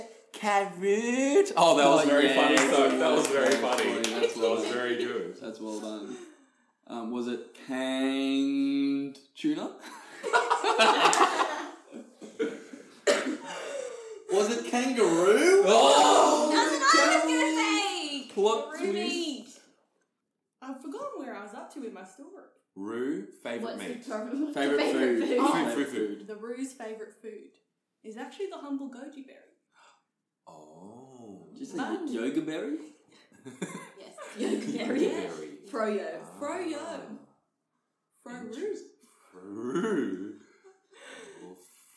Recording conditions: echo